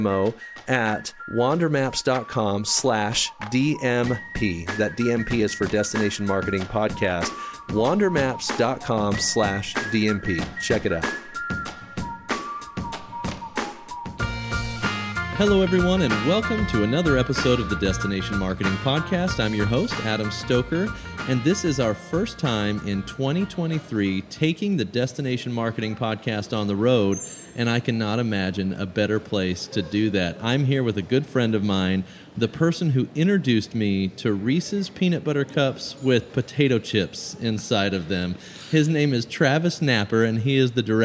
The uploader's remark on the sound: takes the podcast on the road once again at the Arkansas Tourism Conference